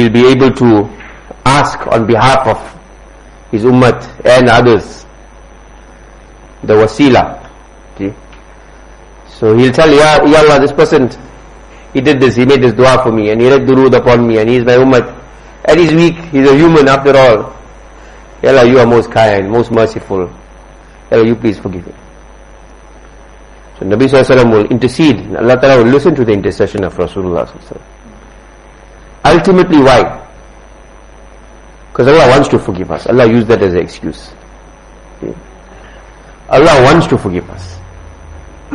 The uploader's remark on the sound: Jumuah lecture at Musalla Mus'ab bin Umayr